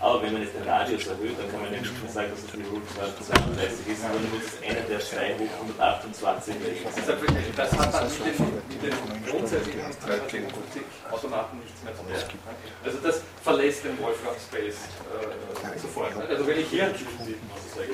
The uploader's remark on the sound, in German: Diese Vorlesung wurde von Studierenden der Uni Wien im Wintersemester 2011 aufgenommen